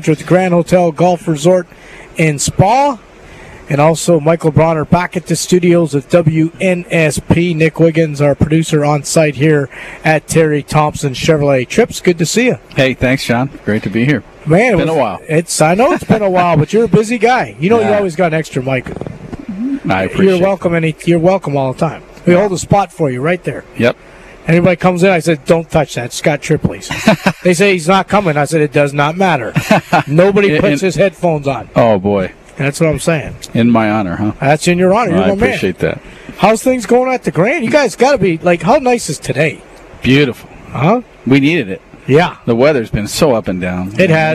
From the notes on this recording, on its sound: LIVE from Terry Thompson Chevrolet!